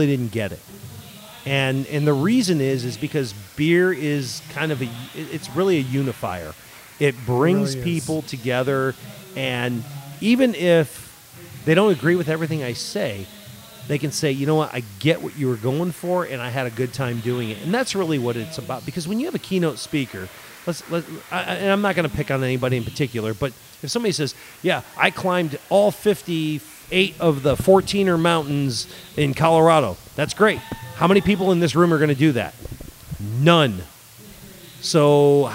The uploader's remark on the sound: We recorded at Thistle Draft Shop in Spring, TX with a great mix of guests!